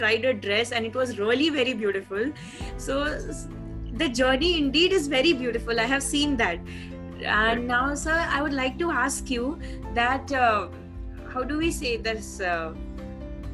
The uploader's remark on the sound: interactive session over zoom